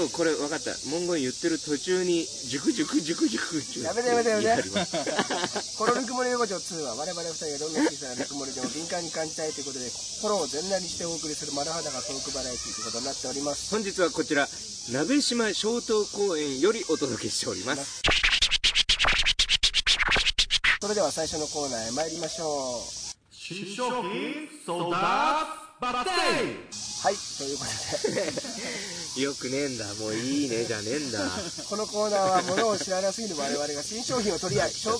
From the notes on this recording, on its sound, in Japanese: 渋谷の隠れた良い公園にて収録しています。